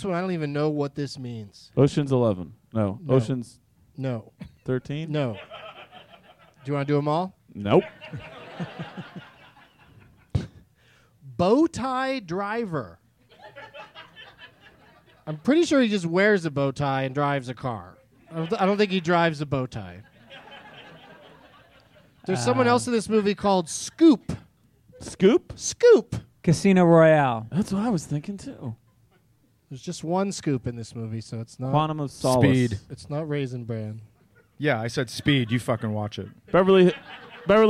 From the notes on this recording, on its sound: Live from Zanies Comedy Club in Rosemont